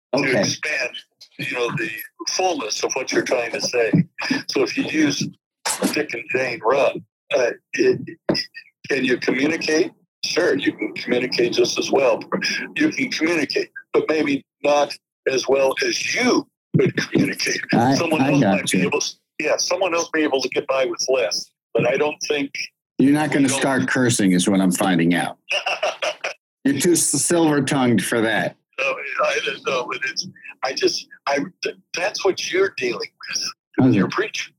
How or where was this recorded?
phone line